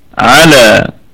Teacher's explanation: العين مرققة واللام مرققة والالف كمان مرقق